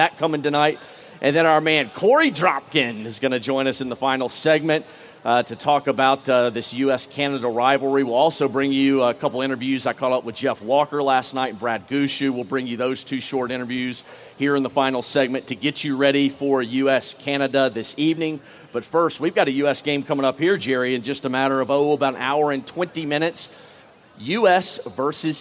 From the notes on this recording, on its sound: Poolside from the Patch. Broadcasting and recording today’s podcast before a live audience at the Pool Patch from the World Men’s Curling Championship in Las Vegas!